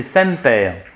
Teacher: M et N se prononcent M et N, mais on nasalise pas.